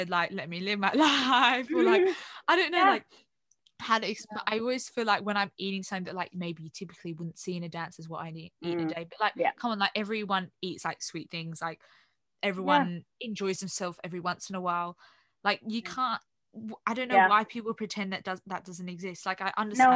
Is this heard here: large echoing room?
no